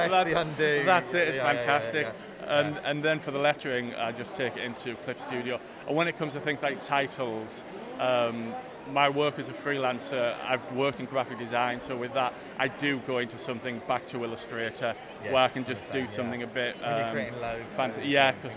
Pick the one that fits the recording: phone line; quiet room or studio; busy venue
busy venue